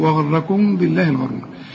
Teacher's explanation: الميم اللي بعدها به ما تقفلش فيها شفافك